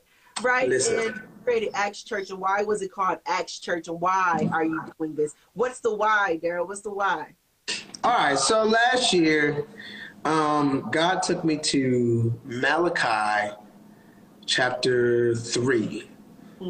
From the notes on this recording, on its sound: Had the chance on Instagram Live